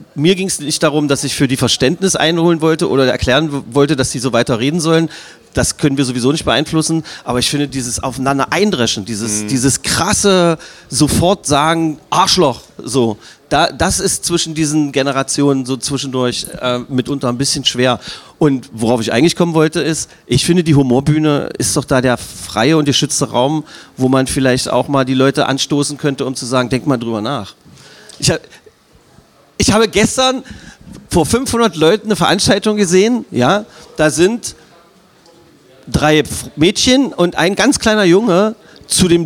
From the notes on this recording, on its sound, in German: Im MAGDEpodcast Spezial - live vom Advent im Ravelin.